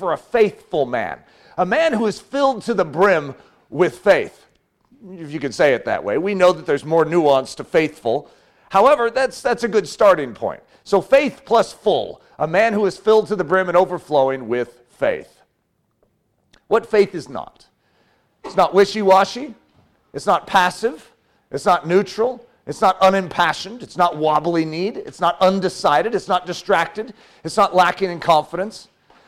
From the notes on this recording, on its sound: This message was given Saturday morning during his fall Fatherhood conference